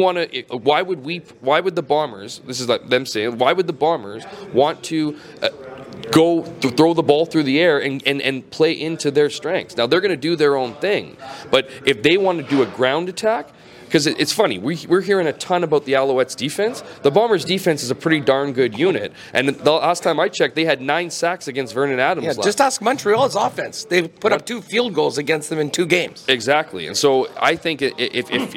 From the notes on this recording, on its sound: LIVE at the 110th Grey Cup in Hamilton